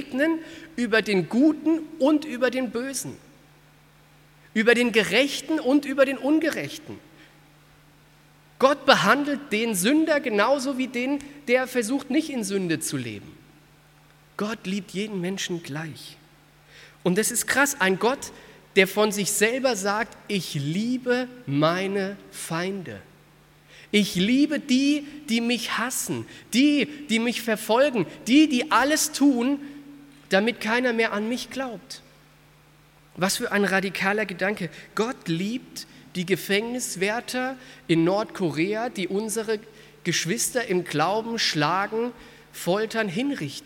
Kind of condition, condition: setting, large echoing room